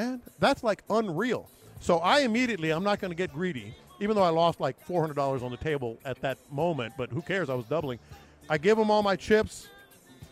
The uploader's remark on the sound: In The Loop LIVE In Vegas Day 3! Live from Radio Row.